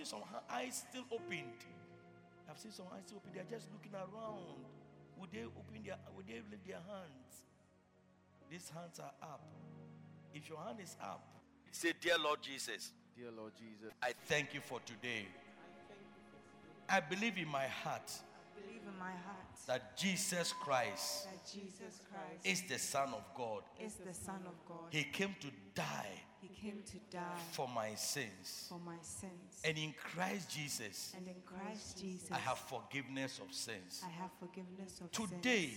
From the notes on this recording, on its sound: Preached at Loyalty House, Abbey, Dahwenya